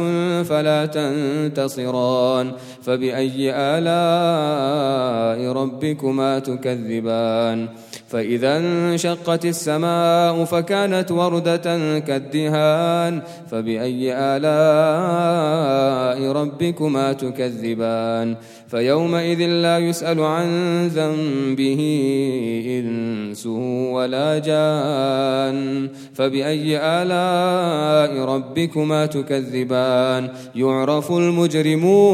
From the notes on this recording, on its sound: at the Houghton Masjid (West Street)